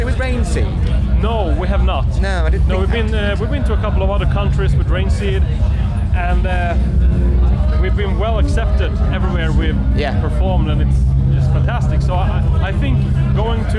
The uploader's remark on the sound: at Bloodstock Festival